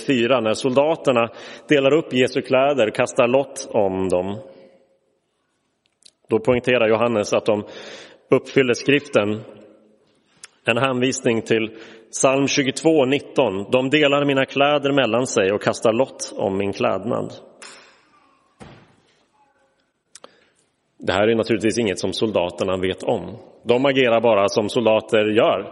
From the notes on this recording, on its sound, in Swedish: Inspelad i Roseniuskyrkan den 7 april 2023.